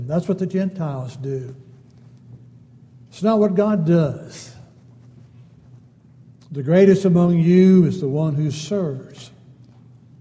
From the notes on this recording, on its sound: Downtown Church Of Christ Audio Sermon